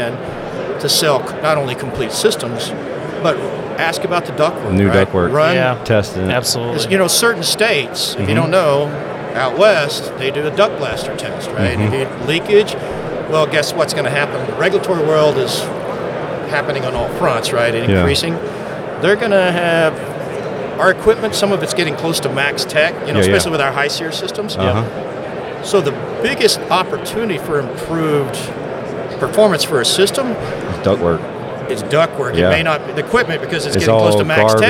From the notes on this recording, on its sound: We recorded this episode live while at the AHRexpo 2022 in Las Vegas. There is some background noise, but the content is worth the listen!